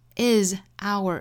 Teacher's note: is our 连读读一个 zour .Our best 那当然这里面的 our 要读得非常的短非常快因为它作为一个虚词哈不要读成 our 是 our best 那两个虚词节拍呢是哒哒哒哒这样的短平快 is our best 哒哒哒哒哒哒 all we